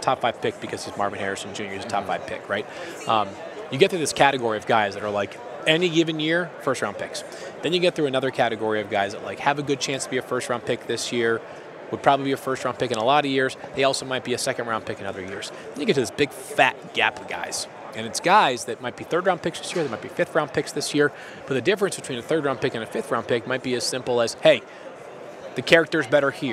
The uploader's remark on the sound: live from Radio Row in Las Vegas.